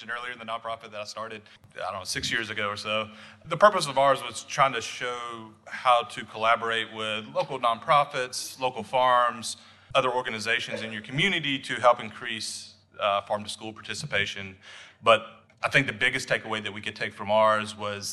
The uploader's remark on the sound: Live from Director's Conference 2023. We are recording live from the GaDOE School Nutrition Division's Director's Conference 2023.